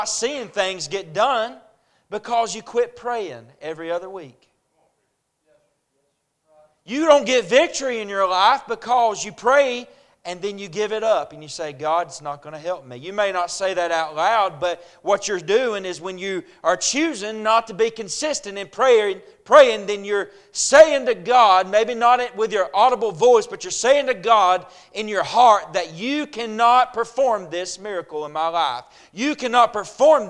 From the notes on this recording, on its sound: A message preached at Crossroads Baptist Church